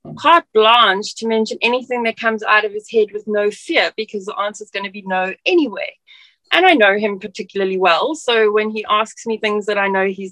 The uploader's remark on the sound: As our Zoom call began.